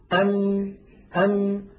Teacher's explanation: نصف الميم الشفوي في الحقيقة شديد، لكن النصف الخيشومي قابل للمط · جزء شفوي وهو انطباق الشفتين على بعضهما، ويصاحب ذلك غنة من الخيشم. مجموع هذين العملين يشكل حرف الميم. · Term: حرفا بين الرخو والشديد